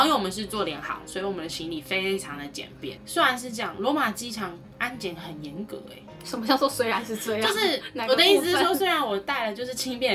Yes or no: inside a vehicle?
no